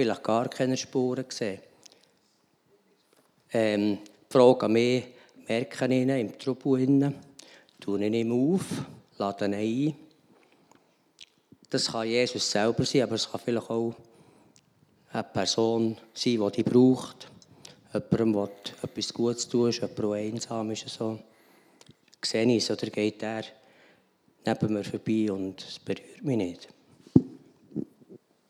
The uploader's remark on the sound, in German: Weihnachtsgottesdienst